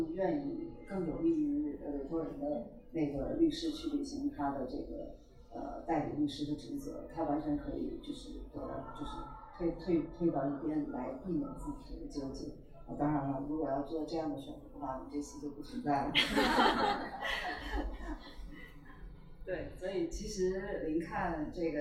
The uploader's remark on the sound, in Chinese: 在北京DT51 RDV书店。本次活动直播观看人次达十几万。本期节目为活动的现场录音。